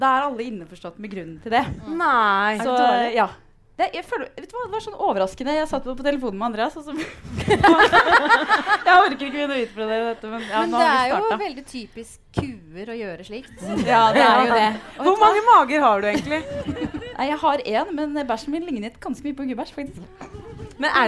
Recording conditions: live audience